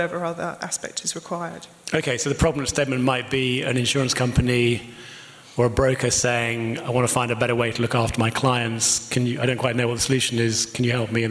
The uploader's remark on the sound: Live highlights from the InsTech London "Future of Payments" evening at The Steelyard on 21st January 2020